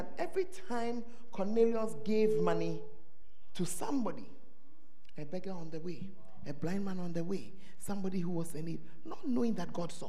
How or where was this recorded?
large echoing room